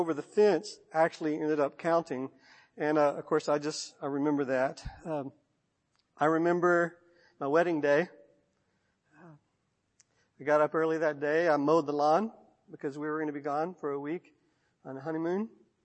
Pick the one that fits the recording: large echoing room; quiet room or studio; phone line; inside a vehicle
large echoing room